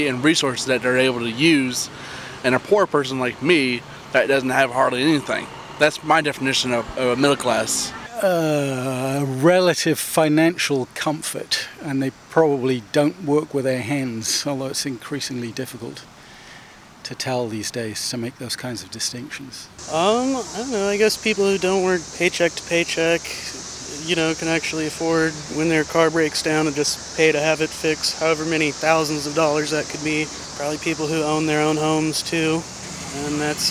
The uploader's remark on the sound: Voices in the Street hit the streets to ask Bloomington residents